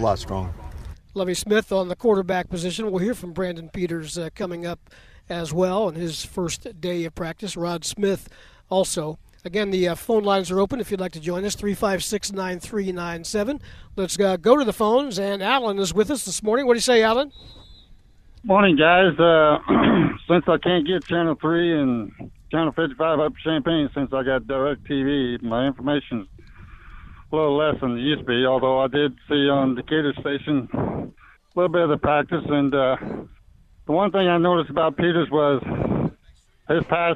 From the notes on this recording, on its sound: live from Illini football practice